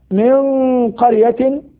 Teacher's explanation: نون ساكنة بعدها حرف القاف وحكمها الإخفاء مع مراعاة تفخيم الغنة، لأنه كما ذكرنا أن الغنة تتبع ما بعدها تفخيما وترقيقا.